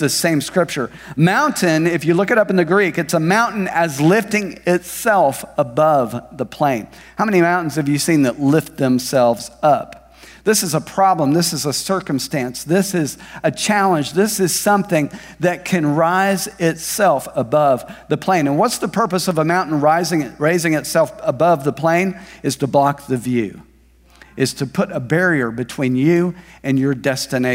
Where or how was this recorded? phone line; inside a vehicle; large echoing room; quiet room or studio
large echoing room